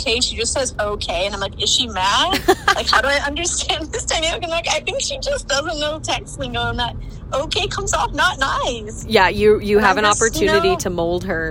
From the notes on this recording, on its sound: coordinated several cell phones & a computer to do a joint call together